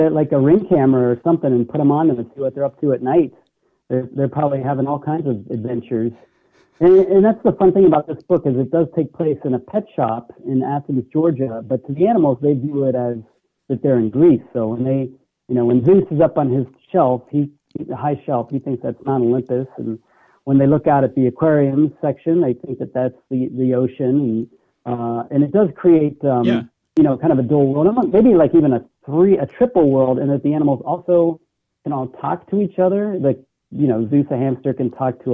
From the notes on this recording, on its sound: called